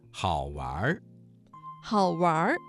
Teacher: 这个词当中的玩加了一个卷舌音，形成了儿化音